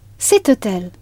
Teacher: in French, you do not pronounce the H in hôtel, and the first sound you hear is O. And if you didn't like the hotel, how would you say, this hotel is terrible?